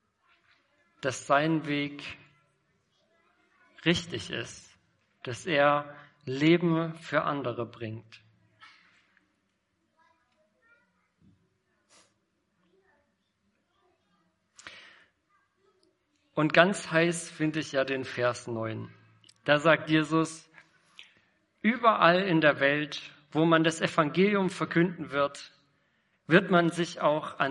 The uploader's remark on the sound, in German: Predigt im Rahmen des GreifBar+ Gottesdienstes